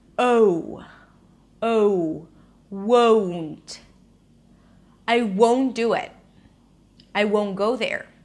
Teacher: Now notice it has two parts. You begin with an open O sound and then you close it to an U sound. Think of it as if adding a W sound after the O. · Term: long O vowel · IPA: woʊnt